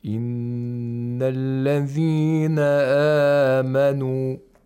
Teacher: We hold the noon, the sound of the noon for two vowel counts, and it's a nasal sound.